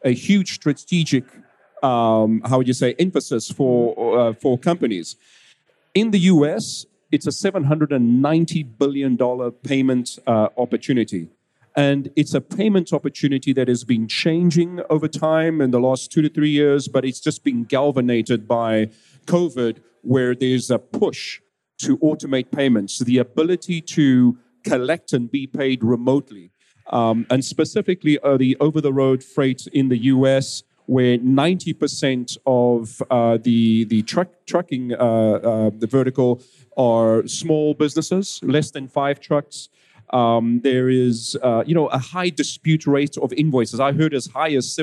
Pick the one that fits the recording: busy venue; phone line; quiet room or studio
busy venue